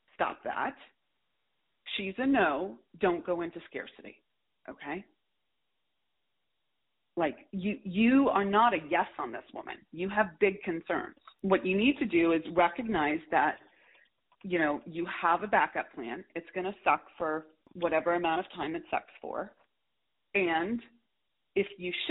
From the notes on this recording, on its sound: Listen to this call as I walk my client through this situation. All of these coaching calls have been recorded with permission, and the sound quality may vary.